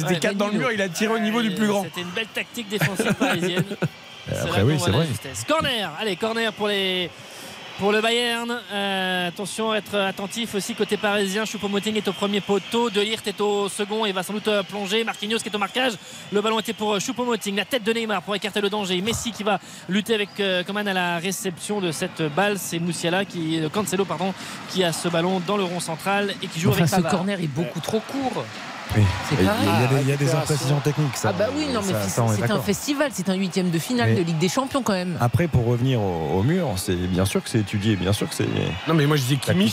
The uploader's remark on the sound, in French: En direct du Parc des Princes.